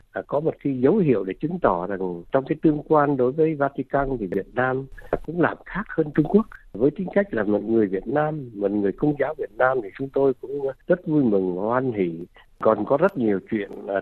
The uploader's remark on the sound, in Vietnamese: Bài phỏng vấn qua điện thoại được thực hiện ngày 20/12/2023.